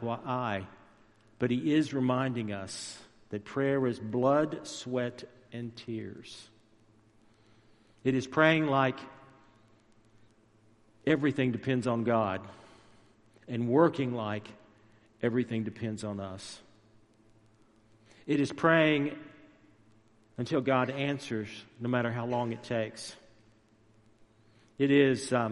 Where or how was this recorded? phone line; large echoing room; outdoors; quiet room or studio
large echoing room